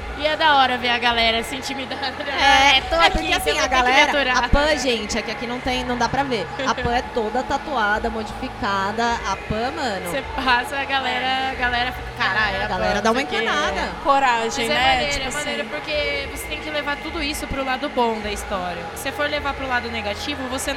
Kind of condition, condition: setting, busy venue